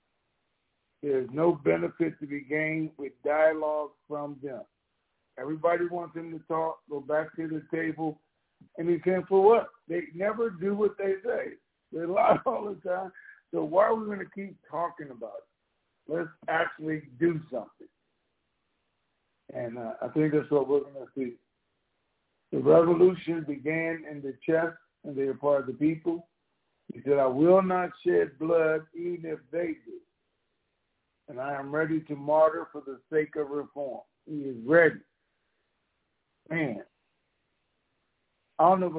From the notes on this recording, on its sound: TNTSuperfantastic Conference Call